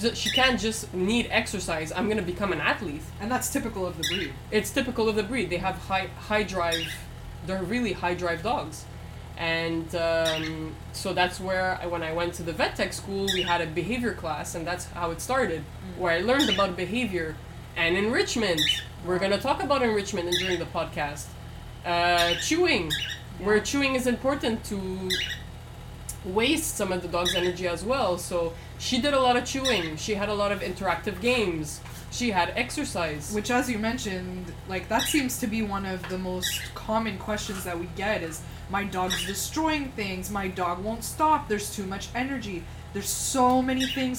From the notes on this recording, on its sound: you will hear some background noise and a few words from our store Cockateil